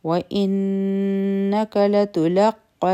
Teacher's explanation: نون مشدد دي غنى بكو